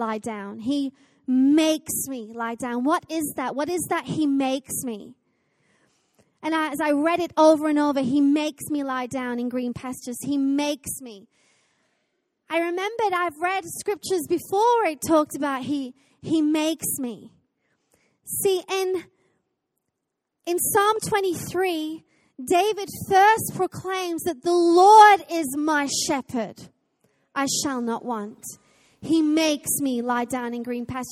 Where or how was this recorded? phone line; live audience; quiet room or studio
live audience